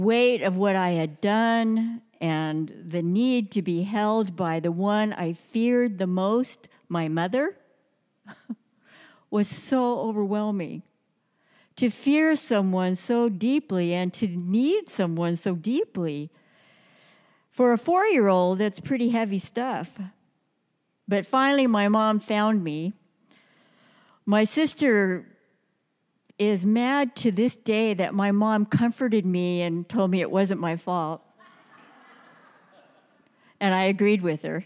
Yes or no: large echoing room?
yes